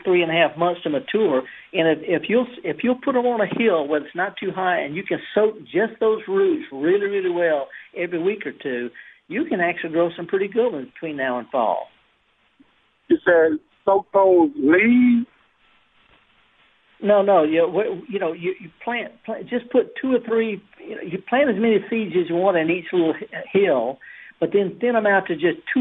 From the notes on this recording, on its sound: takes your live calls